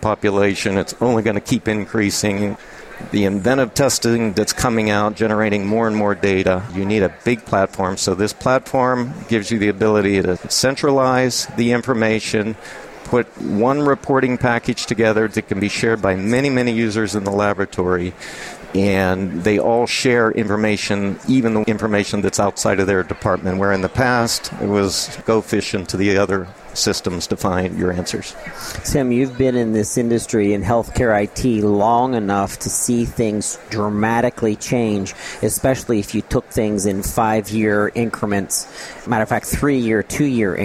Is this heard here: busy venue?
yes